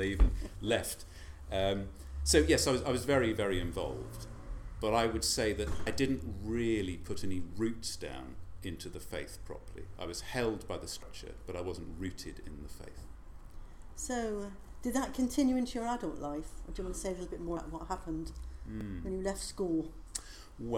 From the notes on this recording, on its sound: It was recorded at their new service held in the St Micheal's rooms on the second Sunday of the month at 6:30 pm.